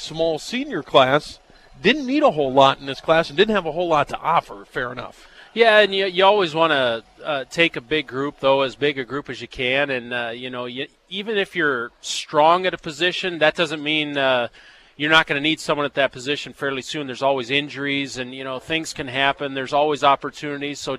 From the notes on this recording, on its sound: live from the Ramada